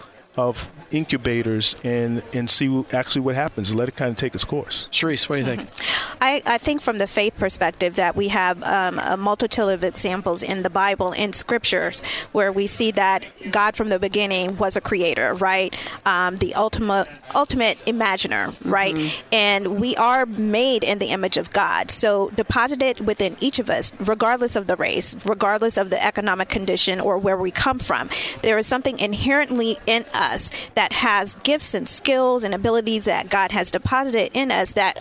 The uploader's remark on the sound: LIVE from Chicago at the Faith at Work Summit